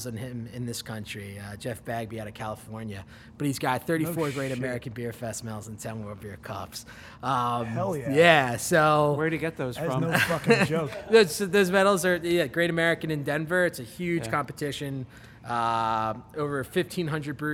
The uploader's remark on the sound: We travel to the pride of Delco PA: 2SP Brewery. Beer crew to remote cast live from the brew floor.